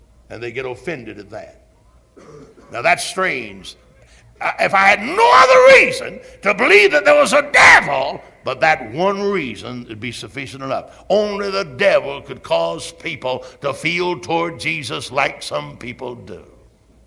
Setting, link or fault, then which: setting, large echoing room